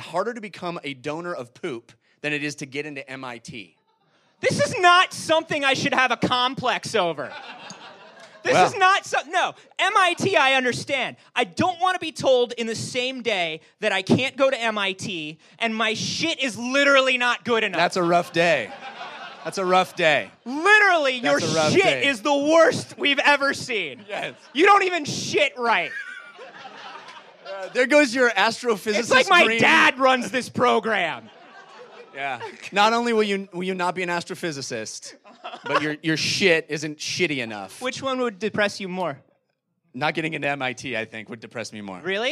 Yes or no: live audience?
yes